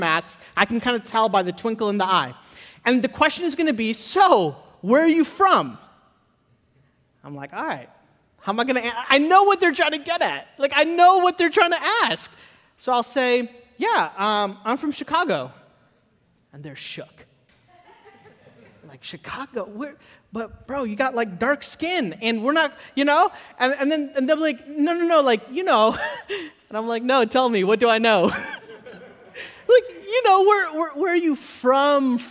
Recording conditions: large echoing room